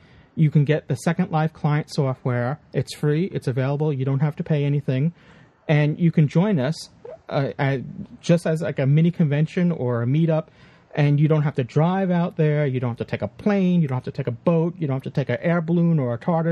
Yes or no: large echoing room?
no